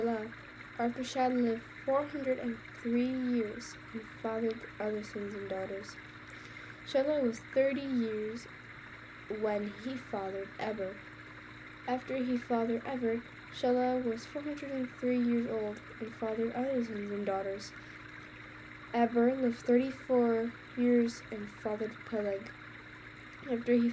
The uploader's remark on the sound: Background sounds: Creek